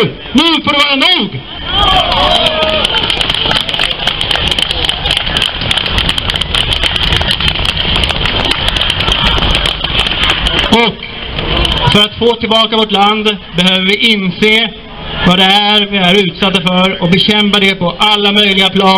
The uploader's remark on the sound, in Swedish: 3 november 2019 på Raoul Wallenbergs torg